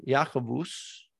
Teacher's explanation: You can already hear the B almost disappearing there. Yaakovus becomes an M sound.